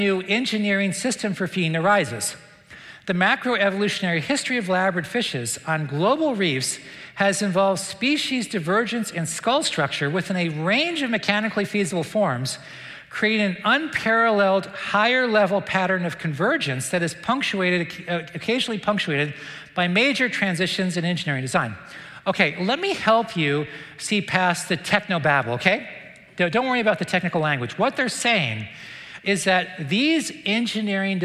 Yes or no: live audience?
yes